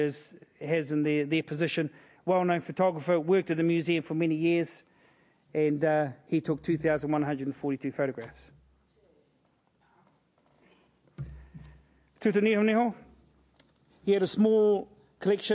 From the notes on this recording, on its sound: As part of this year's Sir Apirana Ngata Memorial Lectures.